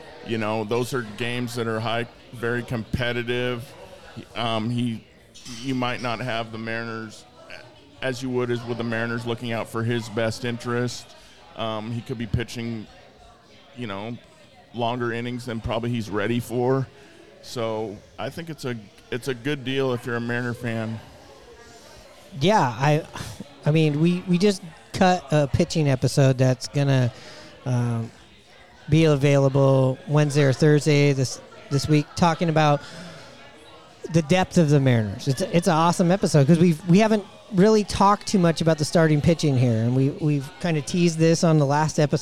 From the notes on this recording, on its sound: Recorded at Murphy's Pub in Wallingford.